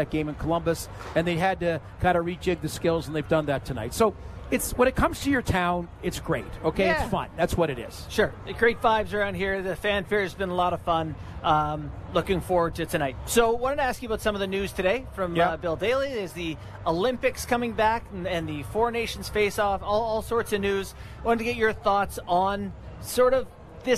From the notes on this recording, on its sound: Live from NHL All-Star Fan Fair